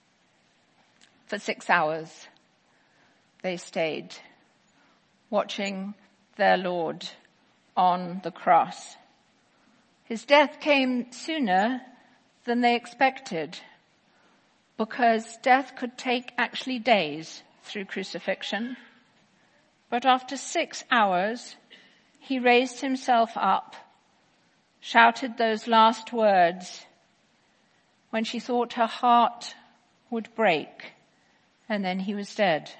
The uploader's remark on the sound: Easter 10AM Service 2018